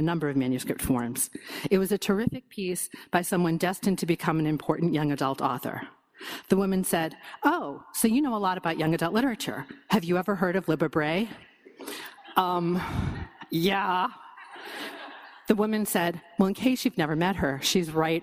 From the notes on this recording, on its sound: From the 2015 Boston Book Festival.